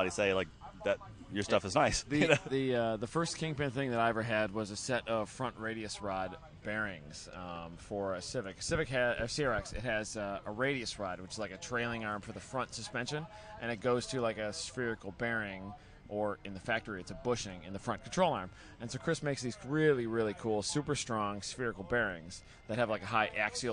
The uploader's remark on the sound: Leaning against racecars in the paddock at Road Atlanta. The recorder got turned on and the record button was pushed.